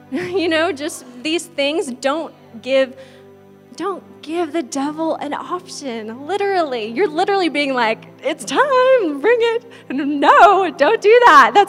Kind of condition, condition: setting, large echoing room